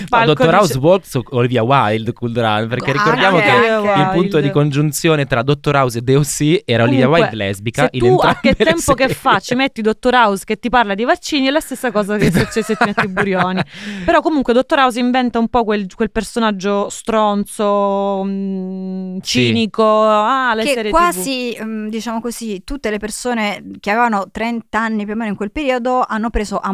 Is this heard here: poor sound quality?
no